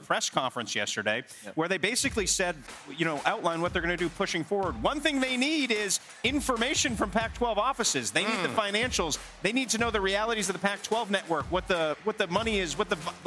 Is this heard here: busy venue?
yes